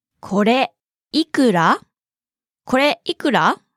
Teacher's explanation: Note the pause after kore and the rising intonation at the end.